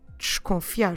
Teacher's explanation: that first syllable, dish, we don't need to pronounce it in a very open and clear way. We don't need to say desconfiar.